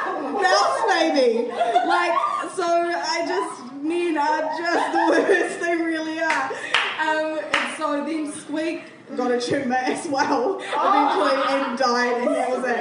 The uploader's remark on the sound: Recorded live at The Basement Theatre.